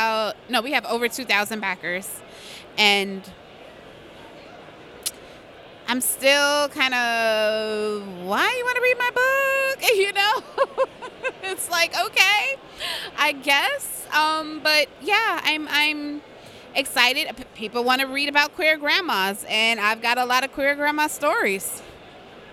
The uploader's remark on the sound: Interview at Five Points Festival 2017!